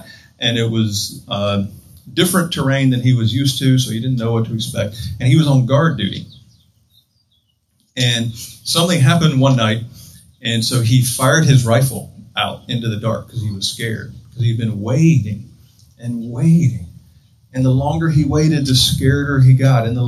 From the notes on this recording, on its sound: Join us as we study the Psalms this season at Trinity North Shore. Outdoors this Summer, outside the Retreat House. On the beautiful and scenic campus of Gordon Conwell Theological Seminary 130 Essex St, South Hamilton, MA 01982.